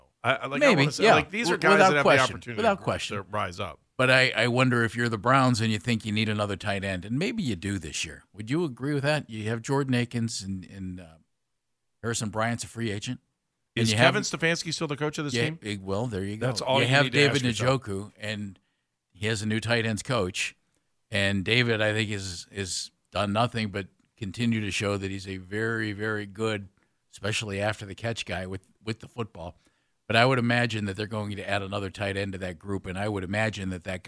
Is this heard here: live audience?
no